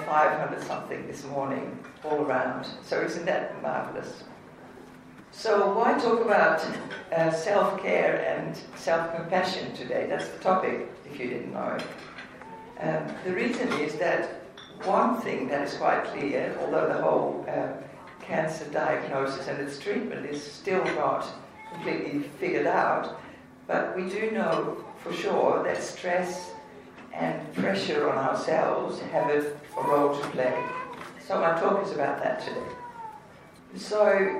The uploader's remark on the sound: The biggest morning tea is an annual fundraiser for cancer research in Australia. This year again I had the honour of guest speaker in Mount Gambier with some 350 people in the audience. Sorry for the background noise.